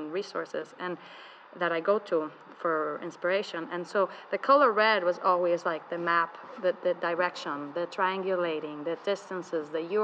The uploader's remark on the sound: Live from the Scottsdale Museum of Contemporary Art